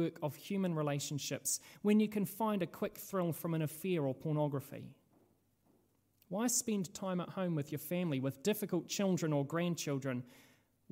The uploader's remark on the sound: This sermon was originally preached at Holy Trinity Richmond.